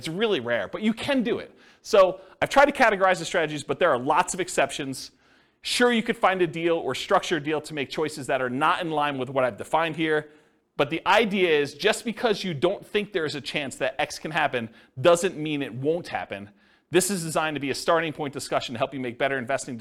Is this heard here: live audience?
yes